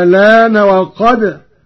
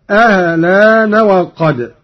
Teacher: بإبدال الهمزة الثانية مع المد الطويل، وهذا الوجه هو المقدم في الأداء وله تسهيلها مع القصر مع نقل اللام هكذا آلان وقد أهلان وقد.